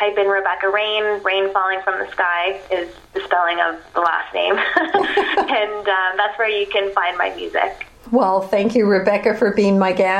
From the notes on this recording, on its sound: Via phone for this week's BEACH CORNER.